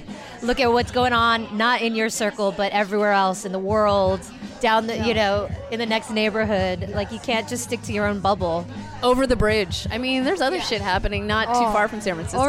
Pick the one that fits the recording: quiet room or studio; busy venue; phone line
busy venue